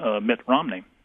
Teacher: it's a two-syllable with emphasis on the first syllable